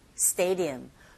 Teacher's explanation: Stadium, 강세, 정확한 위치에 주고 하시면 되고요. 이때 D 사운드 약하게 발음되면서 얼핏 들으면 R 소리에 가깝게 들리게 되죠.